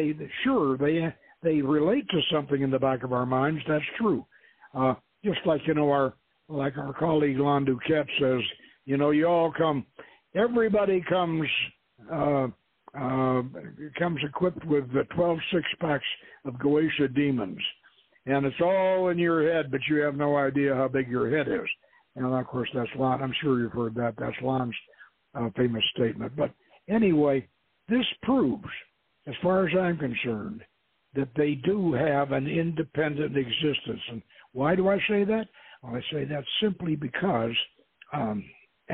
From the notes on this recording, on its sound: The author will be our call in guest